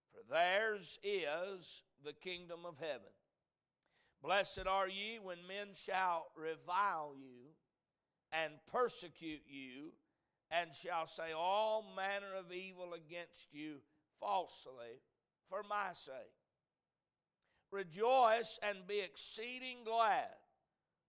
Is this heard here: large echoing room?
yes